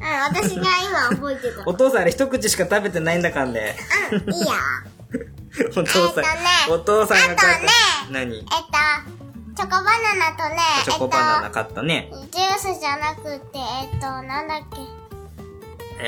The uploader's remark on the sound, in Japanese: 別録した実際の音源もはさんでいますので。本編中、ゲスト２人が発する いろいろな雑音が飛び交います。